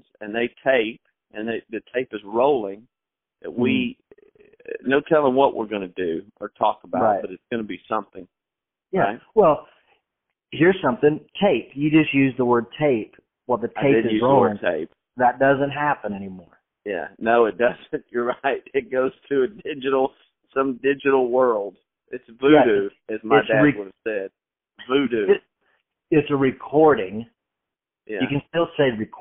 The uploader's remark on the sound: On the phone telling stories and laughing.